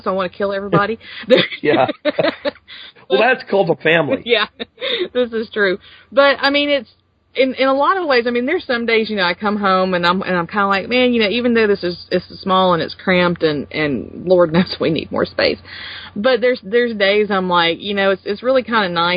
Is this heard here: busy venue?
no